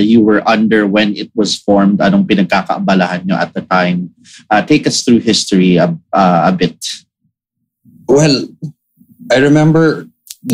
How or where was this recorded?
video call